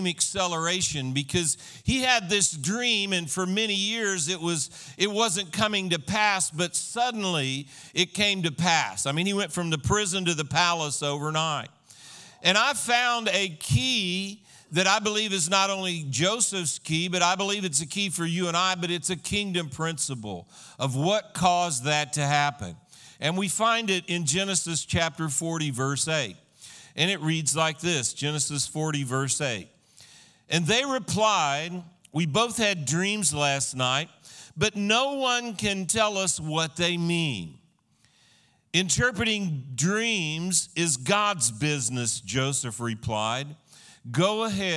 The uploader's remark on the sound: This was a sermon recorded at Christian Life Cathedral, Fayetteville, AR, on 9/26/2015